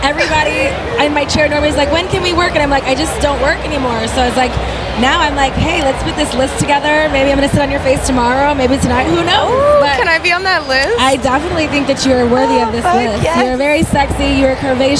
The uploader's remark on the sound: recorded during Exxotica convention